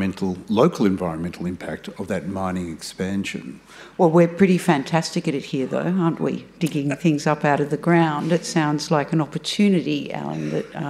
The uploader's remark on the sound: This event was recorded on Tuesday 30 May 2023 at the Wheeler Centre.